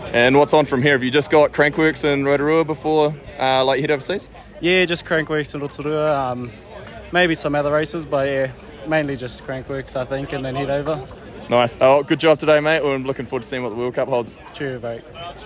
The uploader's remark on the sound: NZ National Champs post race interviews